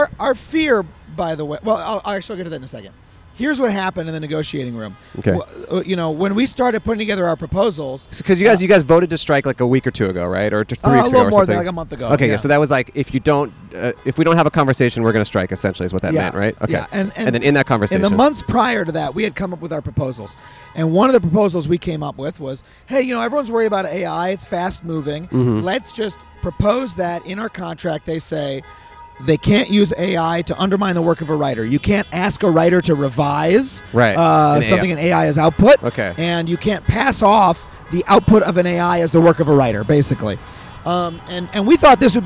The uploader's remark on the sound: At The WGA Netflix Strike. In front of the Netflix building in Los Angeles.